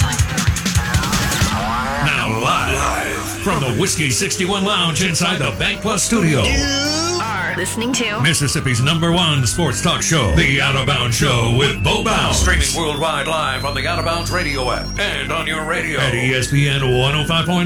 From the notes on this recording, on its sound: Live in the BankPlus Studio. Joins the show on Farm Bureau guest line.